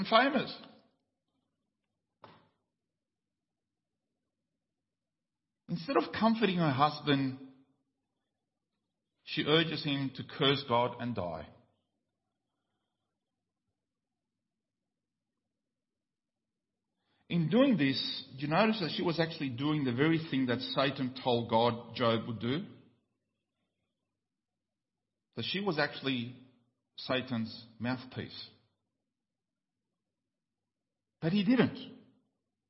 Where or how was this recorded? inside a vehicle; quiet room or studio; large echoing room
large echoing room